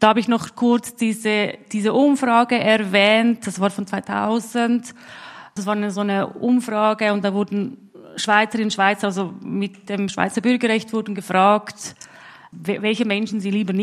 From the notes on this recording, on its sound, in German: 1. Teil der öffentlichen Podiumsdiskussion über Antibalkan-Rassismus.